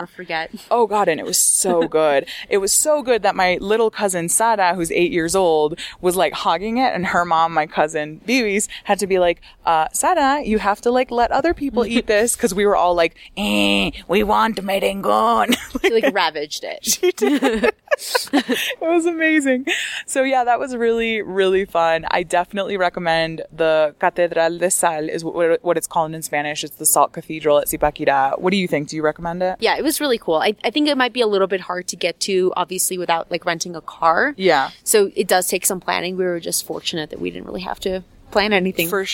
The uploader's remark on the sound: they record this episode on top of a mountain in Bogota